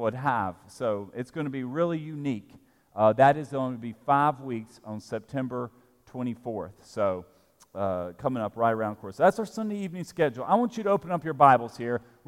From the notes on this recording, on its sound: at Broadway Baptist Church, Lexington, Kentucky